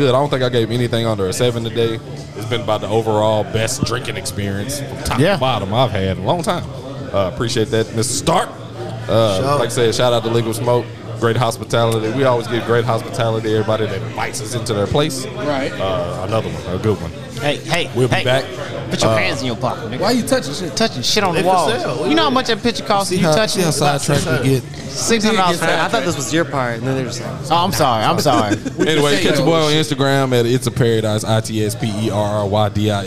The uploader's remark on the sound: We are live at Liquid Smoke in Murfreesboro, TN.